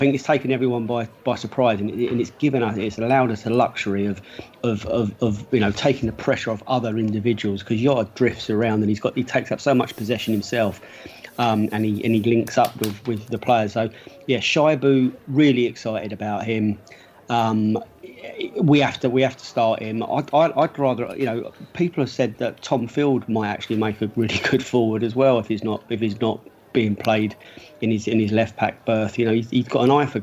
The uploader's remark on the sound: Pre-Match Podcast From The Pub